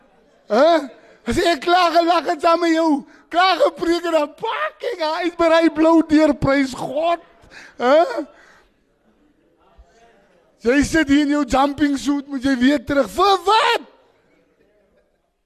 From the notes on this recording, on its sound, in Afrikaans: opname van herlewingsdiens wat ons in 2013 by die Colesberg Korrektiewe Sentrum gaan hou het